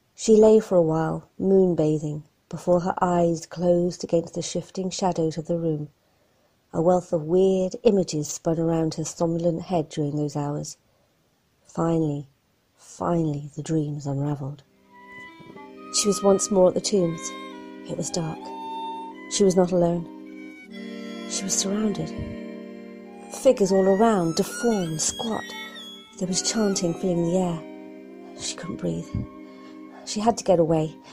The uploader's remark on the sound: Through mobile phones. Don't worry, we will invest in mics someday!